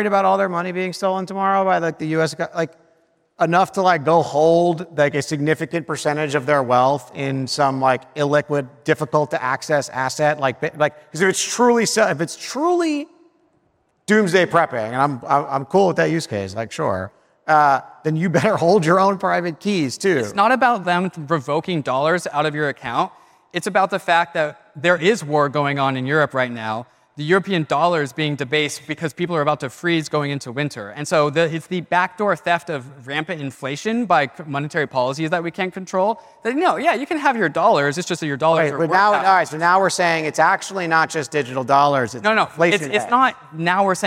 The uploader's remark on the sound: Live at Primary's NYC Summit. The very first live and on-stage Cartoon Avatars from Primary's New York City Summit. In front of a live audience.